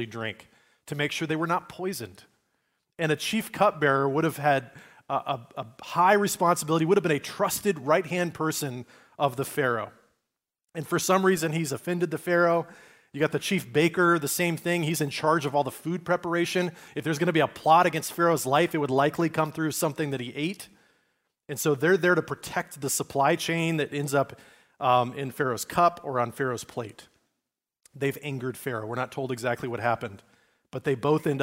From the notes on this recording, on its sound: Recorded at Liferoads Church in Spokane, Washington, on Sunday, November 26, 2023.